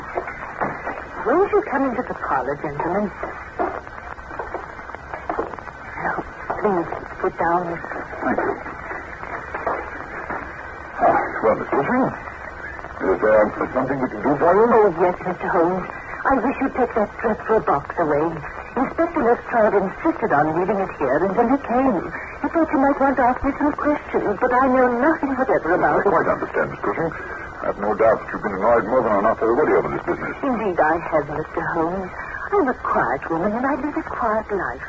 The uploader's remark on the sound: Audio is good, although it goes from a bit staticky at the beginning, to fading to worse by the end.